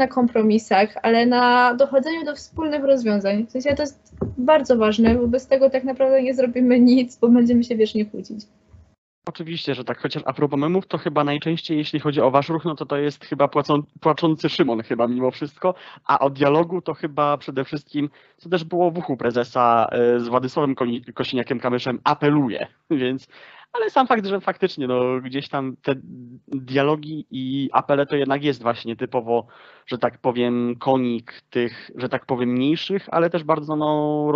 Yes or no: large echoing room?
no